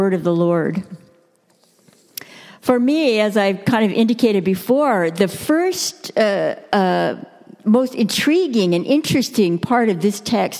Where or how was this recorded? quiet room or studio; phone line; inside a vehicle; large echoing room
large echoing room